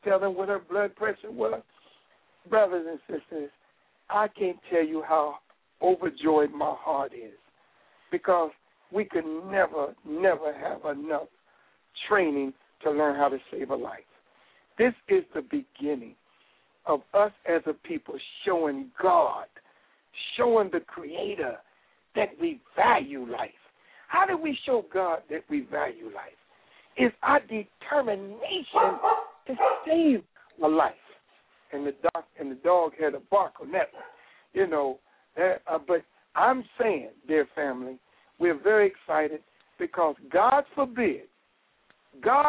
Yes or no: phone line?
yes